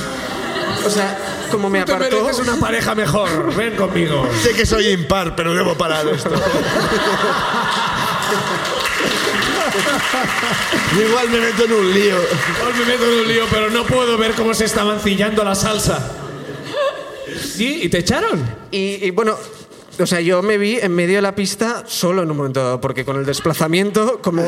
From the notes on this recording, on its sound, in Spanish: El público de Barcelona comparte sus ruinas